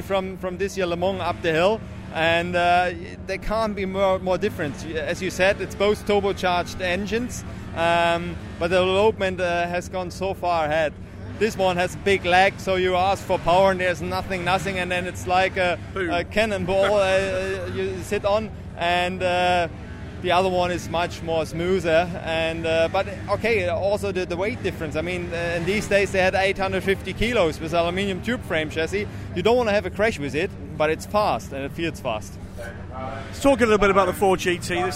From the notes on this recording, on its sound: conversations from last weekend's Goodwood Festival of Speed, captured by DailySportsCar